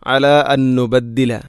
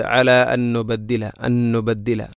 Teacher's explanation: അല അൻ നുബദ്ദില, ഇവിടെ അൻ സുക്കൂനുള്ള നൂനിന് ശേഷം വീണ്ടും നൂന്. അപ്പോൾ ഒന്നാമത്തെ നൂനിനെ രണ്ടാമത്തെ നൂനിലേക്ക് ഇദ്ഗാം ചെയ്യുന്നു